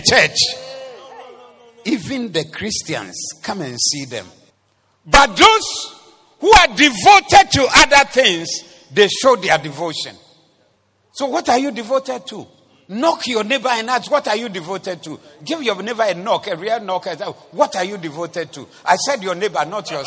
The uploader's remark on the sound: Preached at the Zeloo Service 17092023